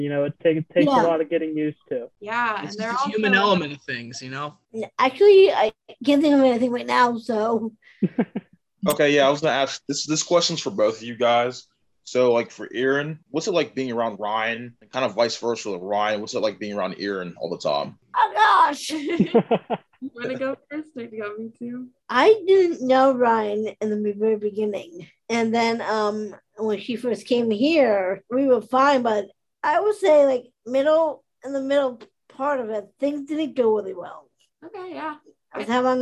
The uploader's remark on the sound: It was a zoom-style interview.